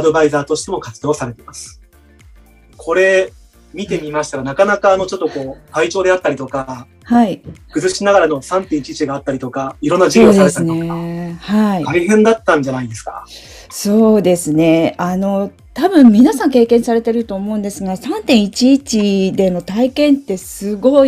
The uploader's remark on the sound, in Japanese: こちらの配信は2022年3月にLinkd in 上で行われたライブイベント企画での収録となります。